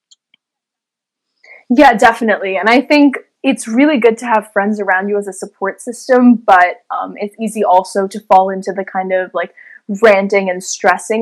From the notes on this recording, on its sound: The audio quality is not the best in this one